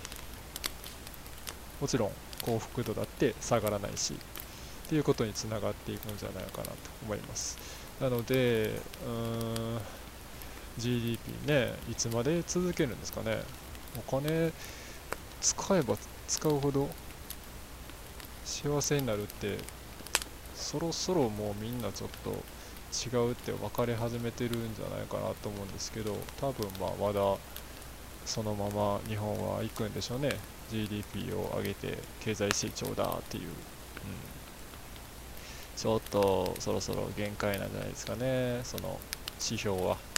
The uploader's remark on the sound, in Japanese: 使い始めるのは#4からなので#3まではこの音質で我慢。